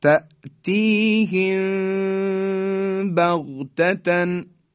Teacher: چون ما دیگه وقتی که اخفا میکنیم میم ساکن رو کاملا خوب اظهار نمی کنیم، نمیگیم تأتیهم بغتتن. یه مقداری بین لبها رو خیلی کم باز میذاریم، صدا در فضای بینی صفت غنه داره، بعدن حرف با رو میگیم.